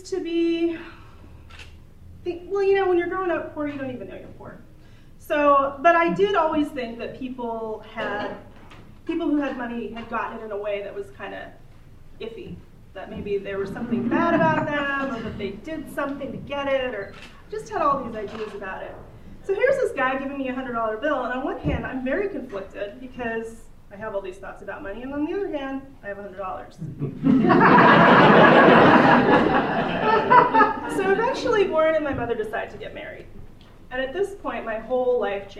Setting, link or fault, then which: setting, live audience